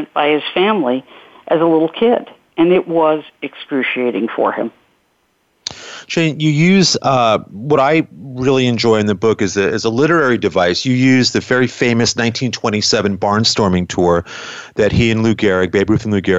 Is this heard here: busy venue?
no